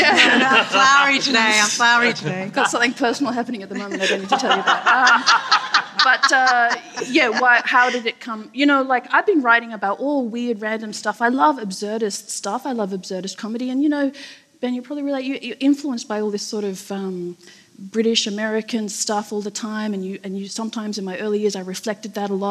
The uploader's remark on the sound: Sydney Writers' Festival panel. Listen to an exclusive stream of our memoir panel from Sydney Writers' Festival.